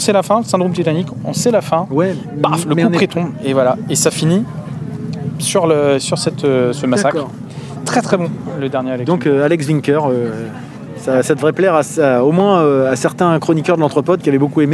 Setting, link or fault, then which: setting, busy venue